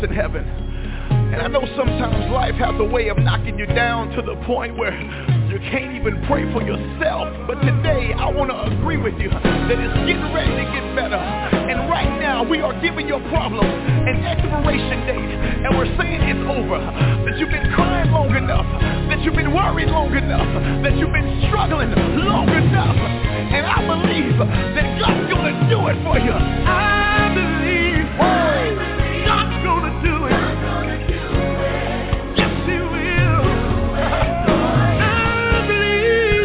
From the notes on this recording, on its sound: Conference Call.